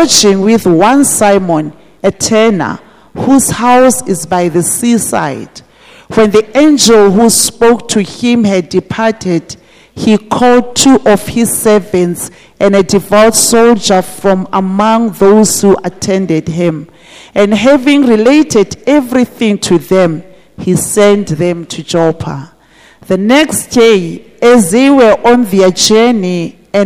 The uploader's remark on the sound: This message was preached at GTCFC City Campus.